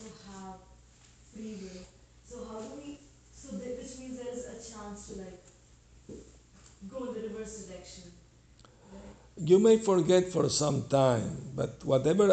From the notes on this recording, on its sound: Lecture in San Jose CA.